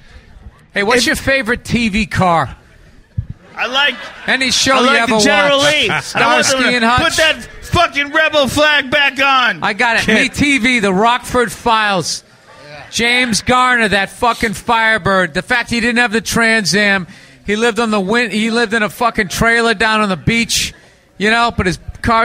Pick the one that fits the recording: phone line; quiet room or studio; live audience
live audience